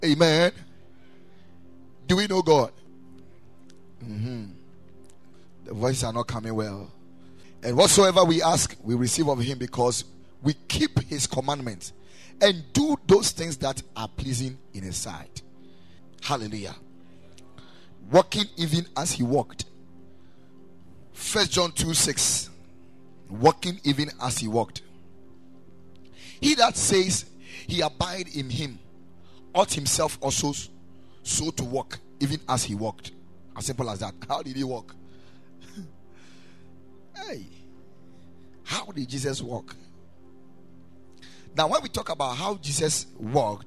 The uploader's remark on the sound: Preached at the Ekklesia Chapel